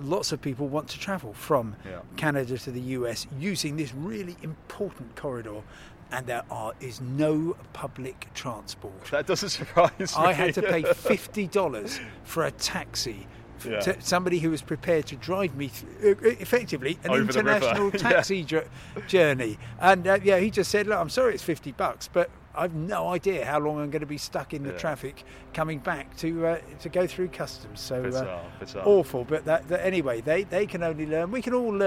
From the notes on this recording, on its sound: Talk in the park outside the Imperial War Museum in London. We saw a Tibetan Peace Garden and a Soviet War Memorial and a section of Berlin Wall!